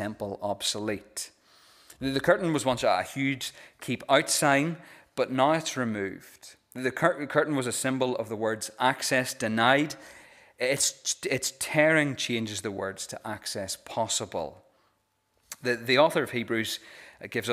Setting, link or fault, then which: setting, large echoing room